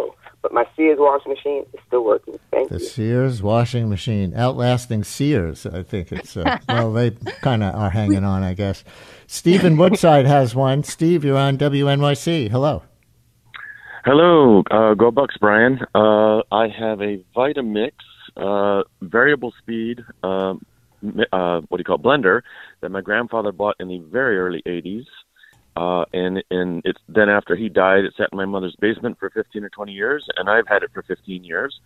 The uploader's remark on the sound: Listeners call in to share which gadgets and technologies have survived years of use in their homes.